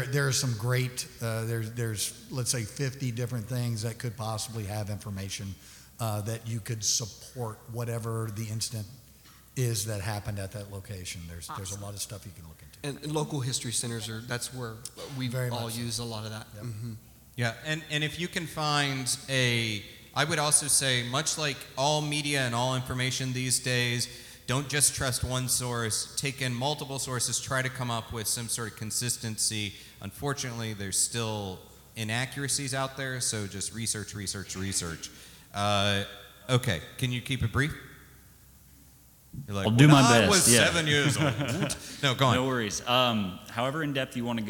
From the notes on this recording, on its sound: Talking Weird Austin at RTX (Live!). It's Talking Strange Live as we take the spookiness on the road to the Rooster Teeth RTX Austin convention. Recorded before a live audience.